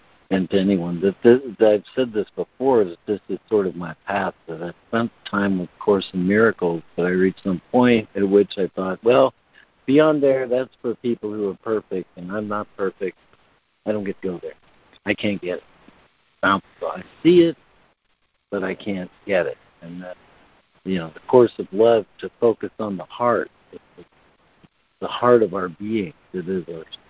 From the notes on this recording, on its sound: ACIM Daily Conference Call